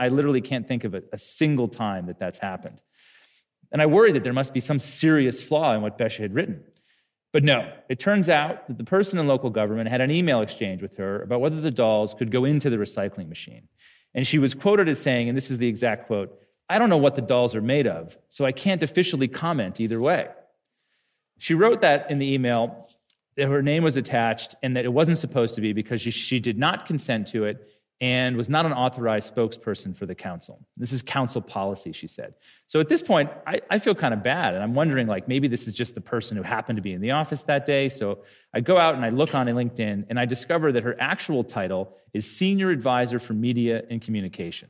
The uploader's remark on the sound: Live on stage at the Festival of Dangerous Ideas. Big thanks to everyone who came to the live show. We're recording a live podcast of our show.